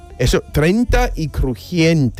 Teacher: El diptongo cambia de E, I a I, E.